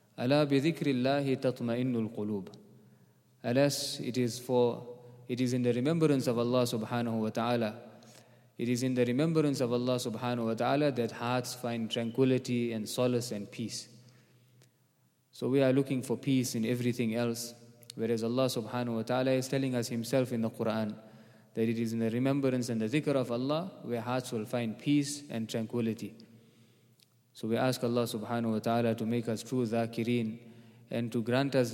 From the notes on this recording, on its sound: at the Houghton Masjid (West Street)